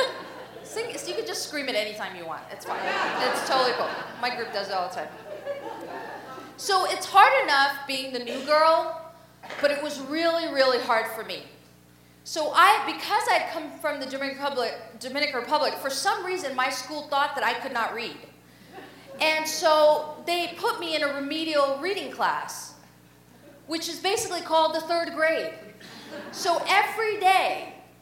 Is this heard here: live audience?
yes